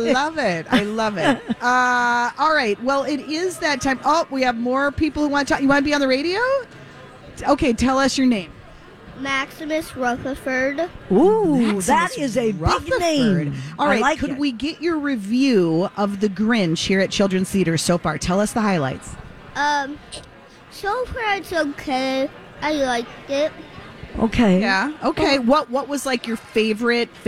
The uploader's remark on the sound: Live from the Children's Theatre Company for another Santa Stop during our 15th Annual Santa Project for Ronald McDonald House!